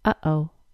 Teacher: Another allophone of the T sound is the glottal stop. The glottal stop is the sound in the middle of the word uh-oh. The glottal stop happens deep in your throat when the gap that allows air to pass through the vocal cords is briefly closed.